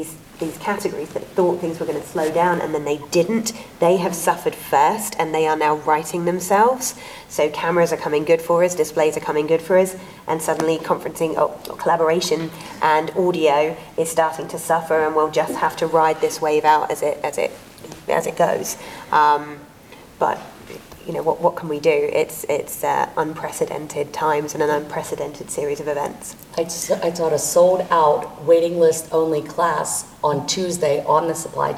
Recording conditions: busy venue